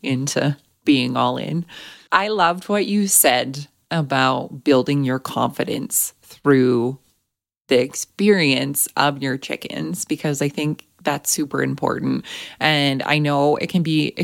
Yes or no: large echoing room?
no